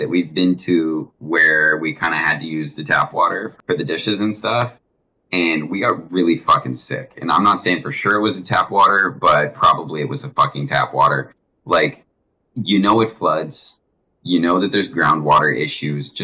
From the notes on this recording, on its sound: Sorry in advance for the audio quality, it took a lot of tweaking to get it to where it is.